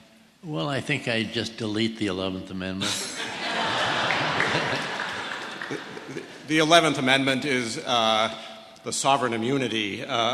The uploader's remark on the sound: A well-attended public discussion at Princeton University. Was held in a packed Richardson Auditorium in Alexander Hall.